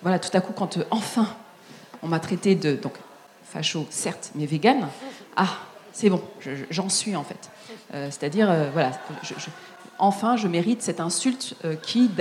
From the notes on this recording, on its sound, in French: Conférence enregistrée en public à la REcyclerie.